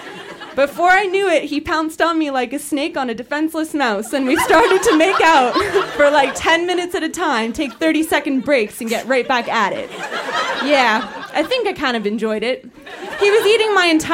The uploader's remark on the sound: Recorded live at the Bytown Tavern in Ottawa, Ontario.